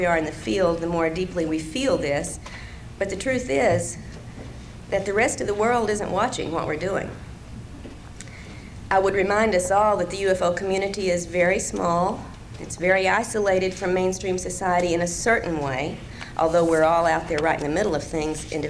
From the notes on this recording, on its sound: lecture from 1995 ozark mountain conference